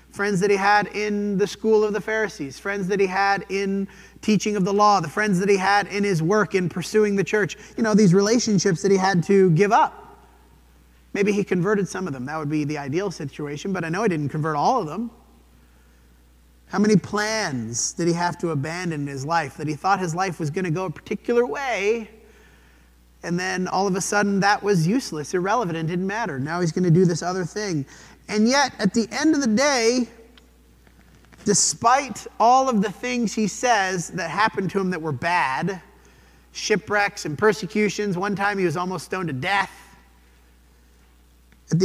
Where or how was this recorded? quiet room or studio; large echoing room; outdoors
large echoing room